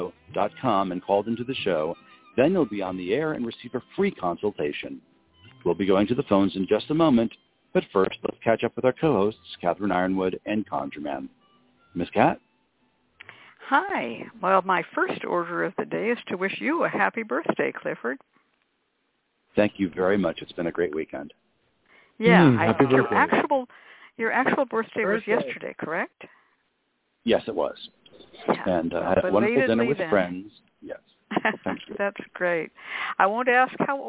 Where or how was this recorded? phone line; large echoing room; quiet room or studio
phone line